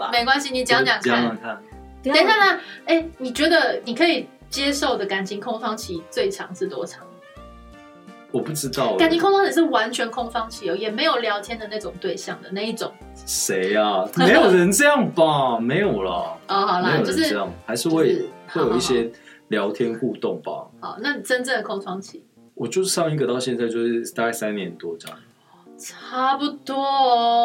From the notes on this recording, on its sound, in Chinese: 這集的收音出了一點小問題，請各位聽眾多多包容